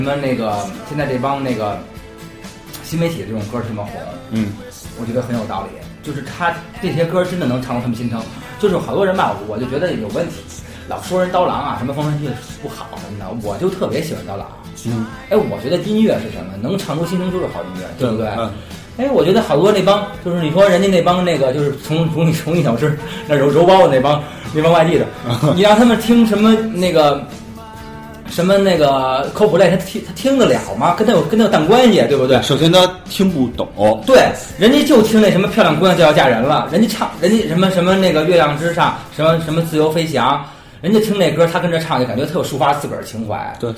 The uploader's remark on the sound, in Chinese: 人声部分是用录音机外录的，所以听上去可能有些辽阔